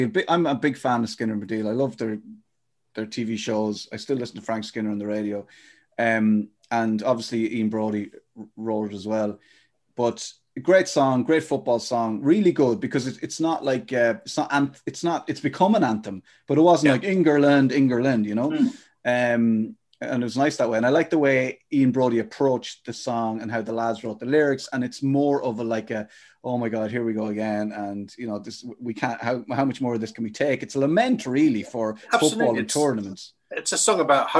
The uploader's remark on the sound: Three heads on the Zoom.